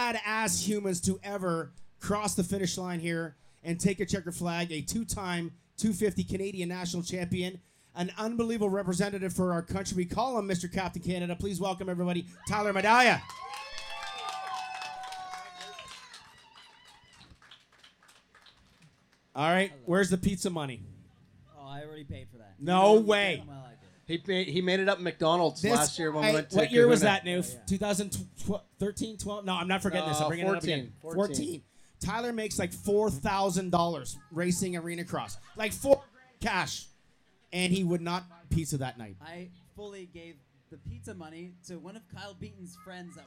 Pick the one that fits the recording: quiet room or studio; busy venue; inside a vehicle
busy venue